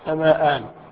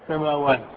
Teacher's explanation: عن أصل يعني عن واو أو عن ياء جاز فيها الوجهان، إما أن تبقيها همزة في التثنية وهو الأولى، وإما أن تقلبها واوا